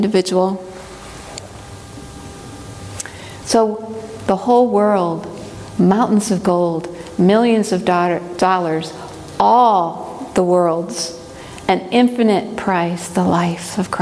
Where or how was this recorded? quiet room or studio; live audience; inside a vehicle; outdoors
live audience